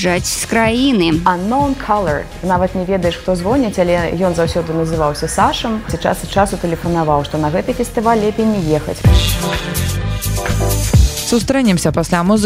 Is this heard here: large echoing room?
no